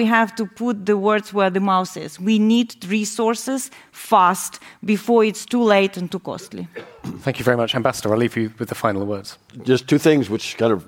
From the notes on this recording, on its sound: Live from the US Embassy. The team appeared on stage at the US Embassy in London for a live recording.